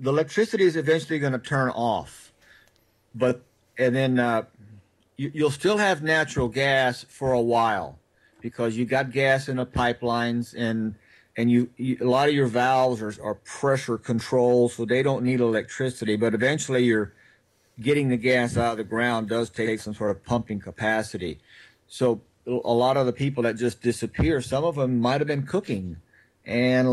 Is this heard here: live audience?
no